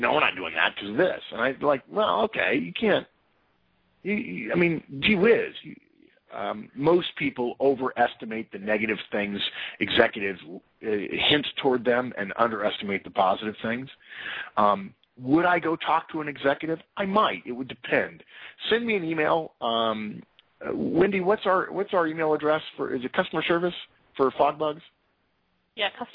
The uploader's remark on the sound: April 2012 Conference Call